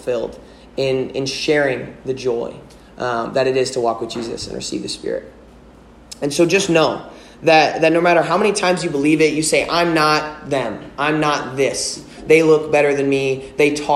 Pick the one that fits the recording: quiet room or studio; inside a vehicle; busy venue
busy venue